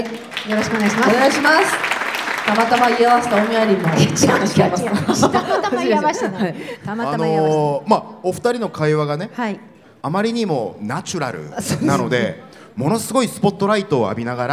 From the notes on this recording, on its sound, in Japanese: ホッピー発売70周年記念パーティ 帝国ホテル公開収録。